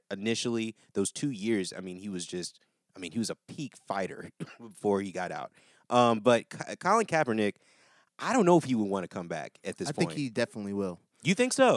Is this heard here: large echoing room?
no